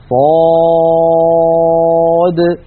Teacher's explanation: ولاحظوا بأننا نقلقل الدال في صاد